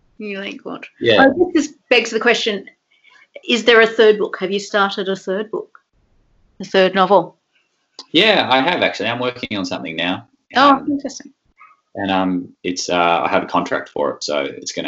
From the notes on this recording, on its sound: This conversation was recorded online over Skype during the Covid-19 crisis.